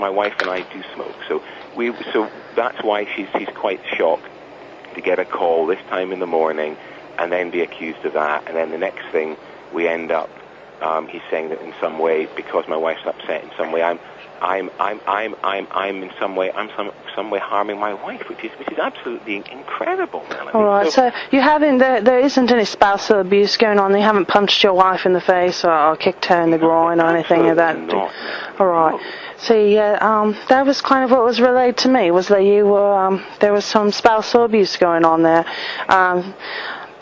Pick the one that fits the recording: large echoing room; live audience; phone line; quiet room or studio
phone line